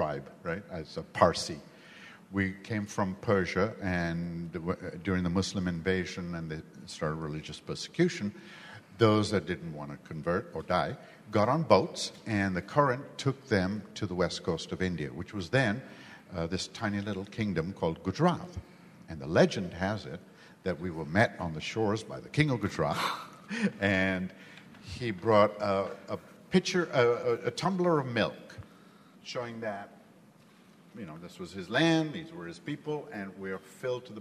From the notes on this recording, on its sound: Please note, as this was a LIVE, on-site event, the audio is not fully optimized for this podcast.